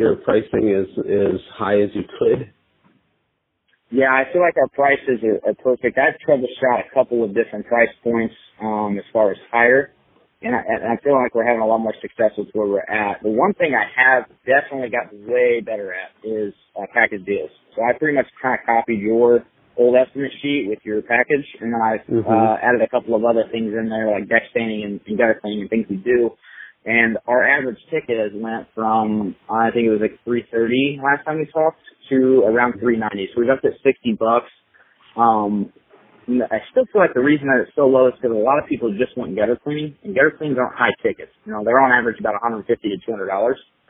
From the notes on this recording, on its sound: Live Coaching Call With A Growing Business